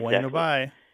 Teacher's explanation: bueno bye with the B barely pronounced